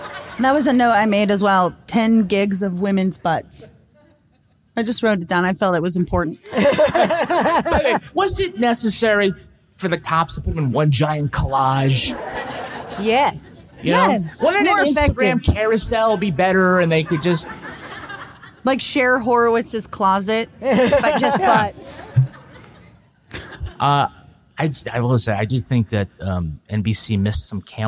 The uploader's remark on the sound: This podcast was recorded in front of a live audience in Dallas, TX.